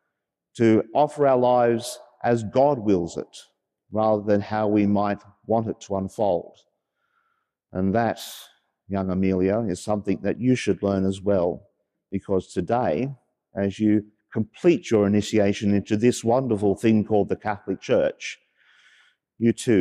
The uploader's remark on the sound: As preached during the 9.30am live-streamed Mass from Sacred Heart Cathedral, Hamilton.